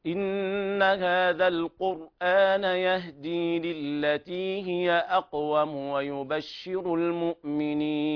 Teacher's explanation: أنا قرأتها بـ3 حركات في العارض السكون